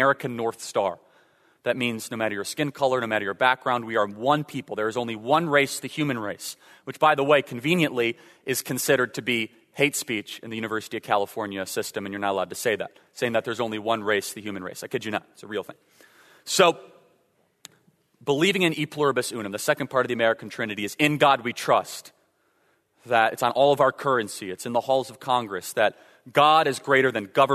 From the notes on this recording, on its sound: In a live speech from Godspeak Calvary Chapel in Newbury Park, Calif.